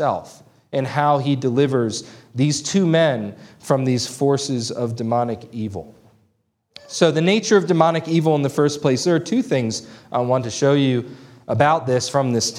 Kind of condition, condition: setting, large echoing room